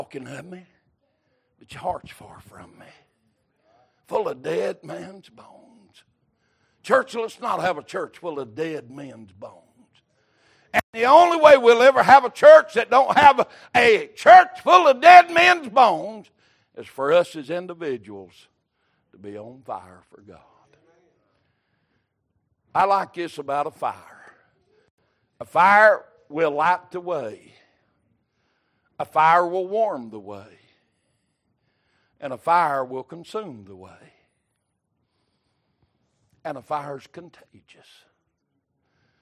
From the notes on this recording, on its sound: Sunday Evening Service.